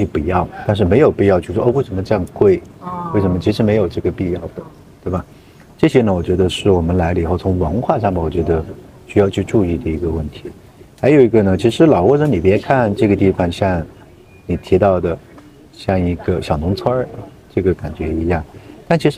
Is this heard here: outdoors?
yes